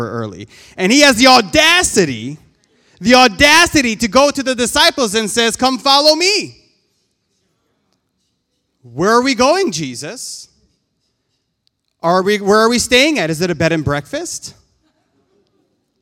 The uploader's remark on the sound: This JAT was recorded live on Sunday, August 15th, 2021 at Newark United Pentecostal Church.